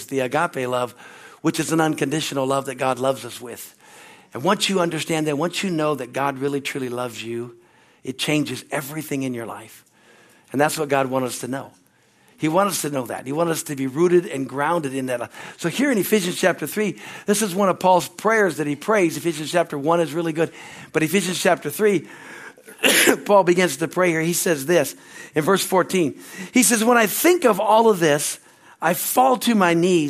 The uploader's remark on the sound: at Harvest Bible Church in Stockton, CA.